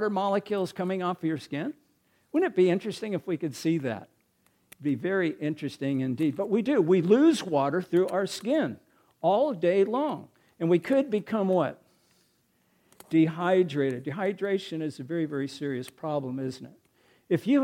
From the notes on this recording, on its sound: recorded March 4, 2023, at Ringgold Seventh-day Adventist Church